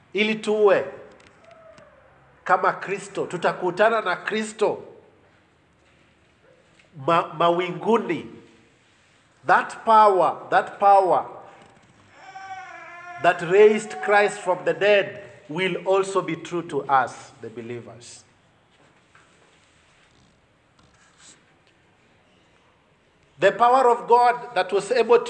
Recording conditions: large echoing room